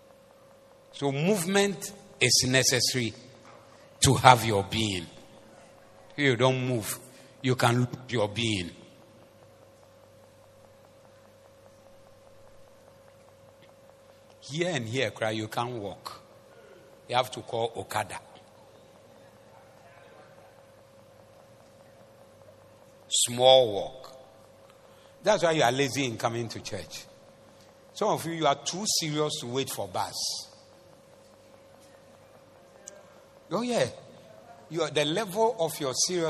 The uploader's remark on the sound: Preached at the Zeloo Service